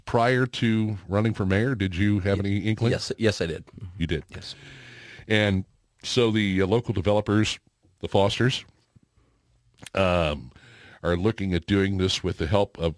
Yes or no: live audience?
no